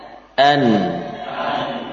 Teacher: Ujung lidah dari depan, ya, menempel ke gusi · Term: huruf nun